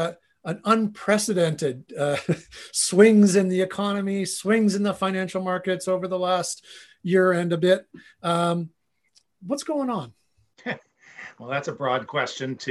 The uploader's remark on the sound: Recorded from The Great Canadian Aftermarket Trade Show Live Virtual Conference Session